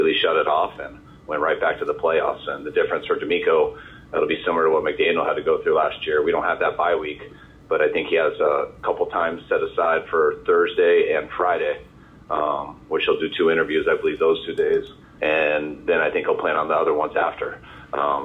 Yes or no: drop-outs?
no